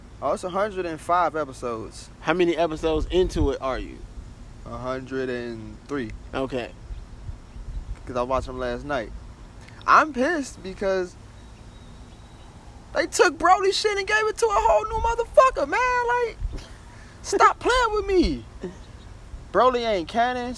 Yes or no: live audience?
no